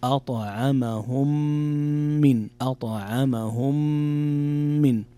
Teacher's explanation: إدغام متماثلين صغير، إدغام شفوي، يقرأ أطعمهم من، أطعمهم من، فيه غنة بمقدار 2 حركات